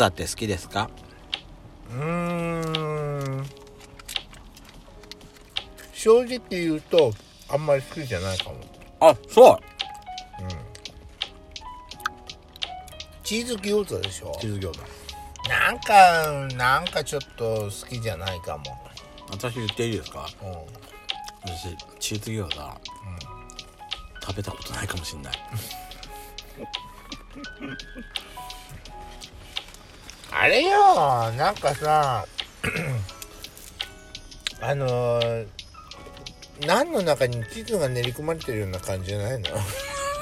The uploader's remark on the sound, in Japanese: パーキング収録